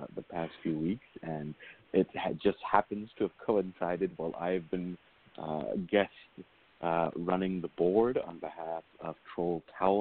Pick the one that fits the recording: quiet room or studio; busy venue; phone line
phone line